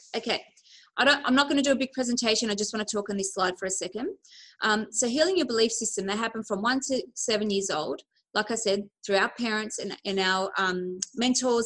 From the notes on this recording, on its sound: Recorded on a LIVE Webinar. I share my knowledge with a group of amazing women eager to Master their 'Mindset'.